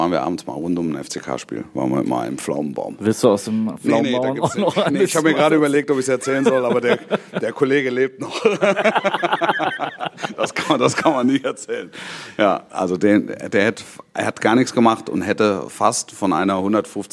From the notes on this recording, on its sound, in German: Live-Podcast auf dem SpoBiS at its Best